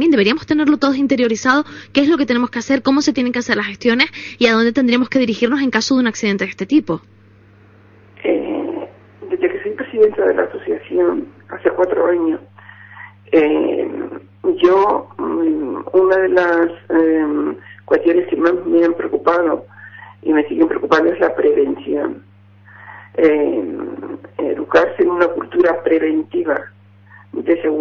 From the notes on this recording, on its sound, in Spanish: Entrevista telefónica. "Canarias en la Onda en Verano" de Tenerife Radio - Onda Cero.